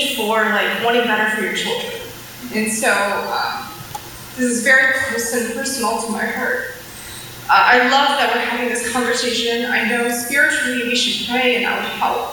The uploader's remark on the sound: At The Story Houston's 4pm service on Sunday, August 18, 2019